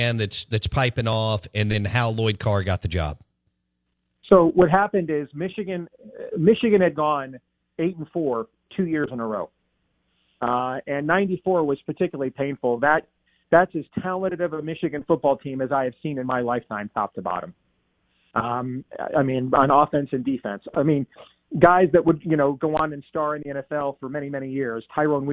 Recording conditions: phone line